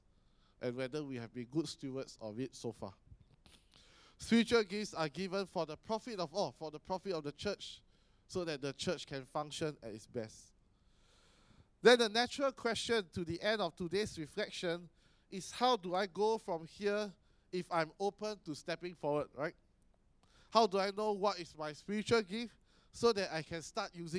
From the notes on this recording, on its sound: Sermon preached on 27 May 2018 at our AMK Hub location.